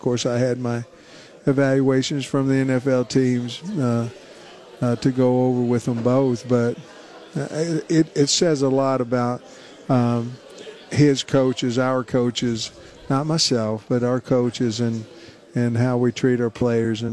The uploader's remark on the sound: live from SEC Media Days